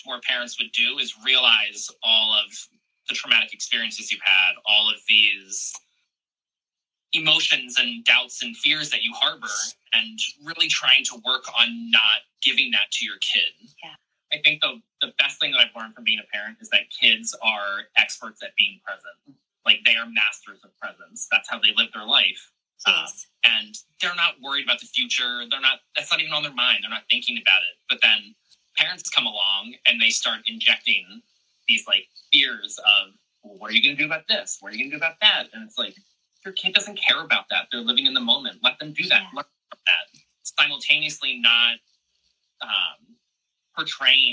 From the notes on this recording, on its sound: recording from one of our latest Instagram Lives